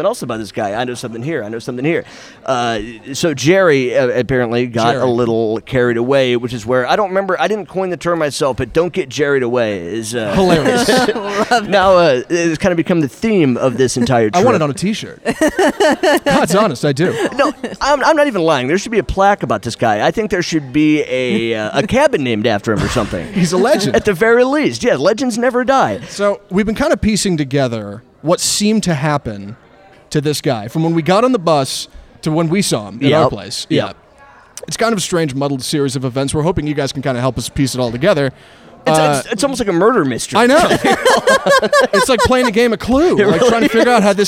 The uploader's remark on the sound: go live from Camp Our Way in Trinity, Texas